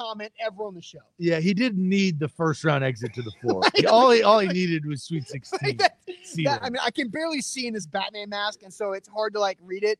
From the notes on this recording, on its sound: LIVE from Mill Creek Brewing Co